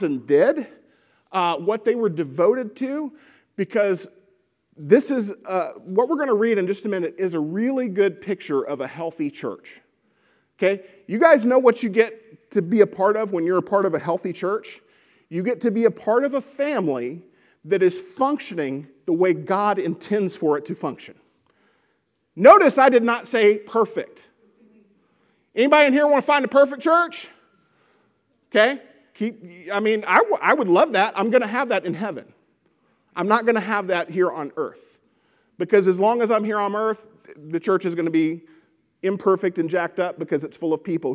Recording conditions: large echoing room